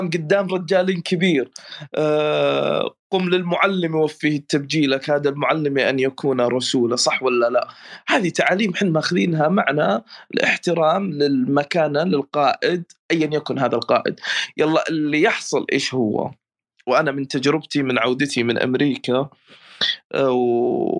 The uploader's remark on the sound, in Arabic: تسجيل لمساحة ابن رشد الأسبوعية على منصة تويتر